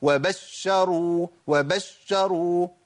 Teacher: بنسمع كتير من الناس بيعمل دفع ونبره عند الشين المشدده